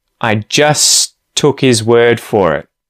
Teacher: the H disappears in the word his · The T at the end of the word just disappears because there's two T's next to one another. And we just say the one at the front of the word took at the front of the next syllable. · Term: H deletion